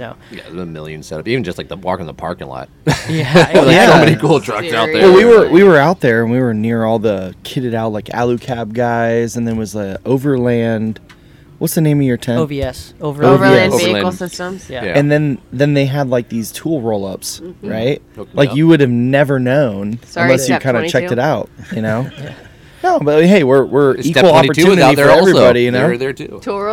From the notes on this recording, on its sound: Rigs & Brews ON LOCATION. Record from the Duck Foot Brewery parking lot! They pumped this event for a couple of weeks and the turn out was great!